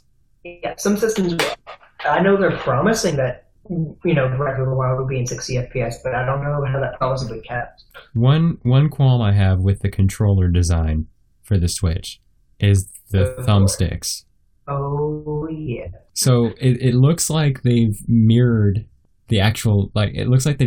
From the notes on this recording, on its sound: I apologise for the horrible audio quality in this episode, we were running out of time to fix the issues, so we fixed what we could.